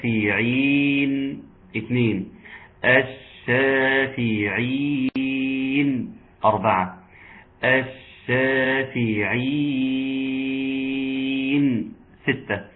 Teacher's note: الزمن ده هو الزمن الرخاوه بتاعه الشين مع التفشي، الشافعين، ثم العين المكسورة، الشافعين، وهكذا. طبعا كلمة الشافعين عند الوقوف عليها مد عرض للسكون فيها اثنين واربعة وستة. نسمعهم الشافعين، اثنين الشافعين، اربعة الشافعين، ستة.